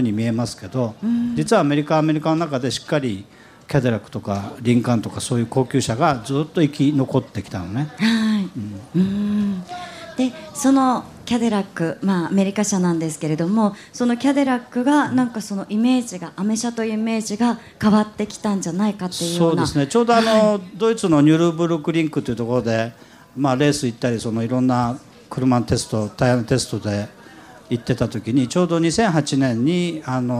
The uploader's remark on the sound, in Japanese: 今週は「ル・ボランカーズミート2014」で行われた公開録音の模様をお届けします！